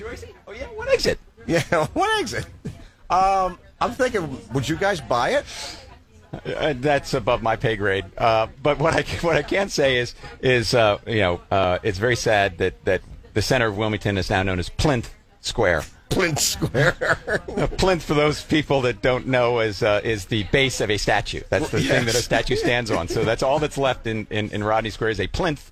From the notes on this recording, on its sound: Broadcasting live at the 101st Wilmington Flower Market